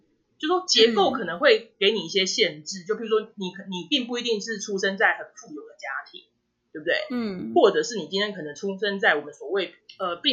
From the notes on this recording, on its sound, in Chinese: 由於為線上訪談，音質受網路狀況及技術層面影響，請多包涵。